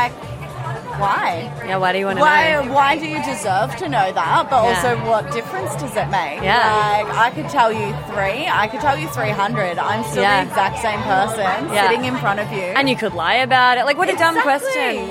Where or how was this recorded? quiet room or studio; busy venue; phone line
busy venue